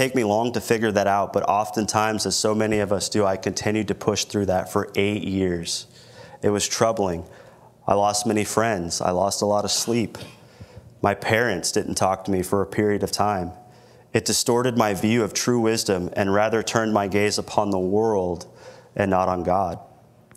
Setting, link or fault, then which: setting, large echoing room